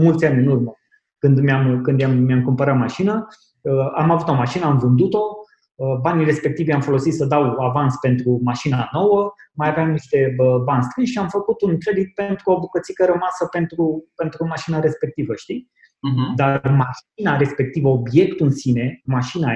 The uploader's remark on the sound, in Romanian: Aceasta este o înregistrare din cadrul Conferinței de Inteligență Financiară, eveniment care a avut loc online. Calitatea audio este preluată și prelucrată atât cât a fost posibil.